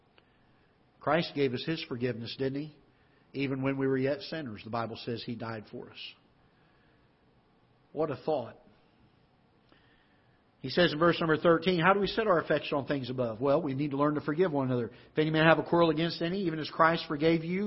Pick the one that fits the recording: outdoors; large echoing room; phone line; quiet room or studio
large echoing room